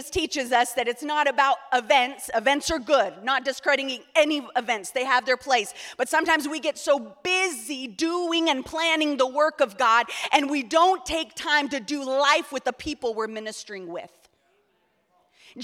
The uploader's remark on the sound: EQUIP Conference 2023 – Main Session 4